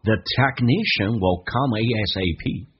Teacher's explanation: will 不被强调的时候呢， will 可以说成 will， W 加个 a 再加个 L 这个发音变成 will， will 因为不被强调有弱化